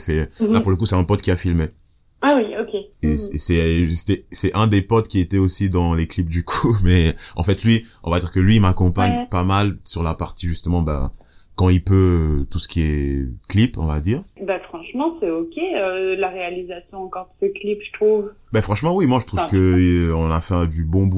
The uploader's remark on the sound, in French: La qualité sonore de cet appel téléphonique rappelle les skypes pendant des heures en 2013.